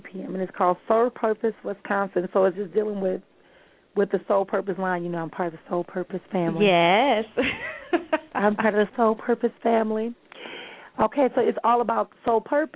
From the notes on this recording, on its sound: callers may call in with questions